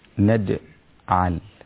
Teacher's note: المخرج الصحيح أن مخرج الجيم من وسط اللسان مع سقف الحلق مما يقترب من الدال وليس من الشين